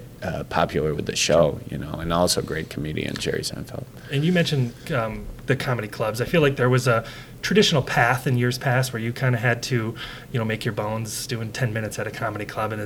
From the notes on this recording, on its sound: Recorded at Lambeau Field.